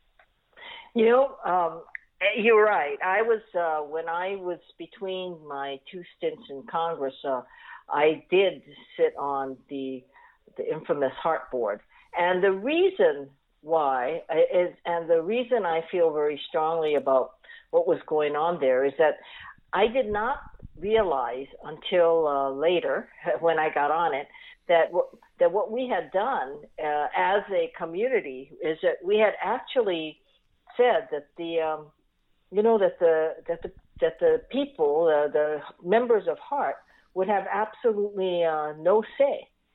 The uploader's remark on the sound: hop on the phone